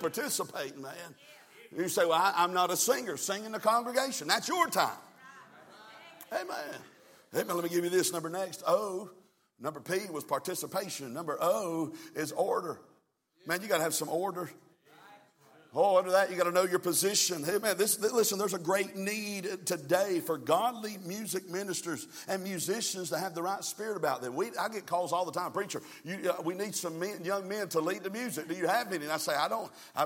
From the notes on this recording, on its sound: from the pulpit of Calvary Baptist Church